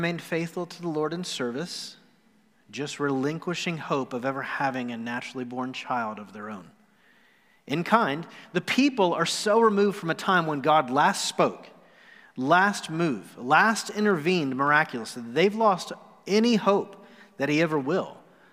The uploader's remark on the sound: Recorded live on November 29, 2020.